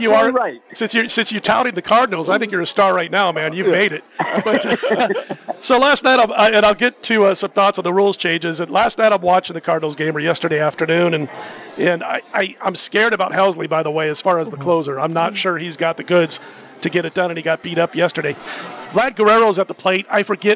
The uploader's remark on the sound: Live From Super Book at Westgate